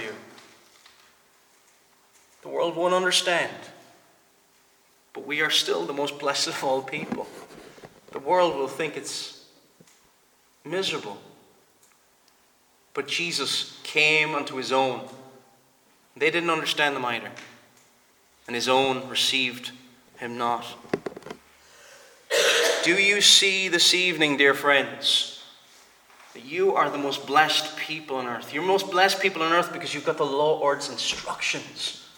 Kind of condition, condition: setting, large echoing room